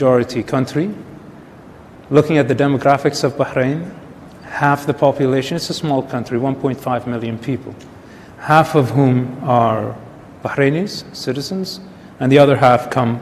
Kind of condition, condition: setting, live audience